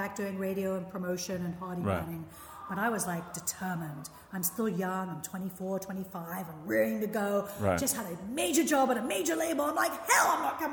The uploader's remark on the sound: We recorded this conversation in an empty elementary school class room, which you can pick up in the overall ambience of the recording. I had to record the intro on my telephone, thus the poppin' P's!